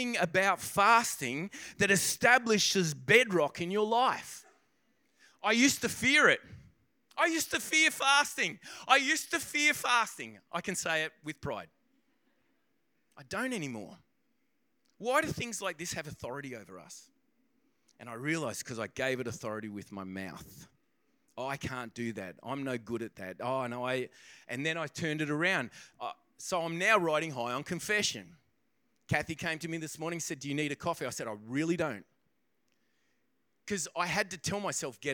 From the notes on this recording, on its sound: This podcast begins part-way through the message due to technical difficulties. This message was recorded on 04/02/2024 during the 10am service.